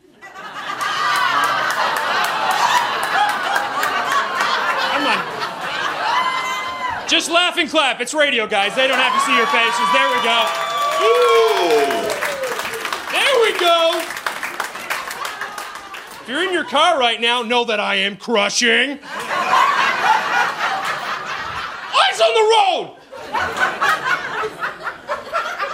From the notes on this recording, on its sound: From a live show in Saint John, New Brunswick.